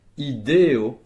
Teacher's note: vous avez bien, tous les trois, accentué la lettre E. Ideo, l'avant-dernière syllabe